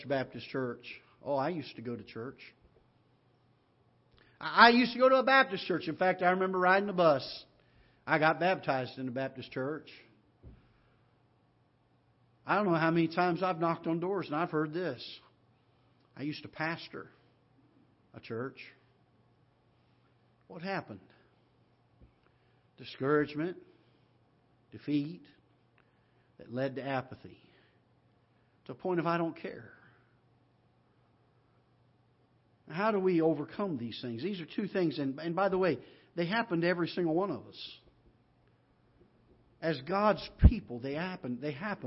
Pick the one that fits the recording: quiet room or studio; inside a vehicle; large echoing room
large echoing room